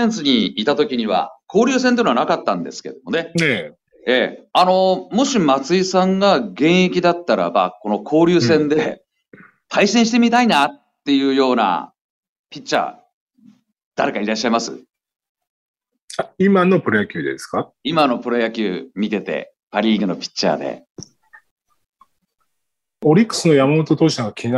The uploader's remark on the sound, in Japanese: ニューヨークと結び、リモート収録で行われ